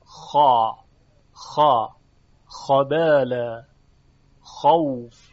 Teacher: این استعلا داره و تفخیمش هم خیلی زیاده